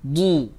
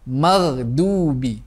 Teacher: مَغْضُوبِ is pronounced with the letter ضَاد، using the side of the tongue, ضُو، and not the letter دَل.